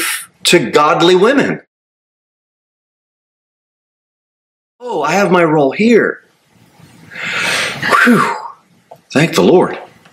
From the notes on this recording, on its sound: Sermon delivered at Pilgrim Baptist Church.